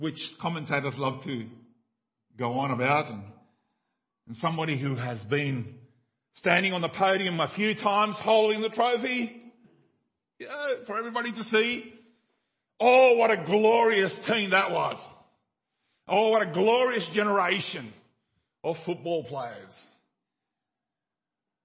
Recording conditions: large echoing room